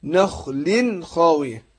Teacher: أظهرنا نون التنوين عند الخاء · Term: إظهار